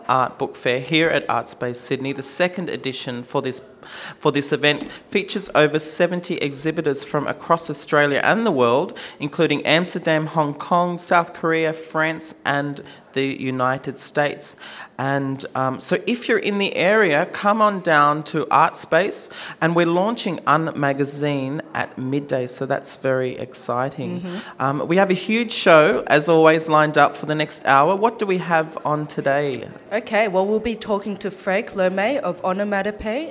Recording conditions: busy venue